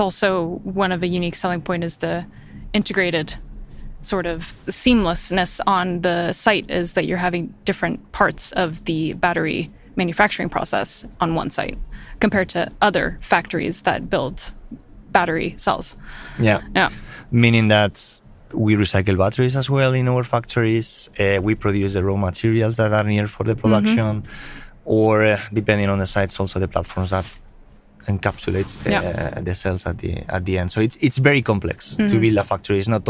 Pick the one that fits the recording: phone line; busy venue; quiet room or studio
busy venue